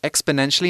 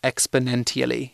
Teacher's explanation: Even though it has a T, we give it a sh sound. · Shown in: first take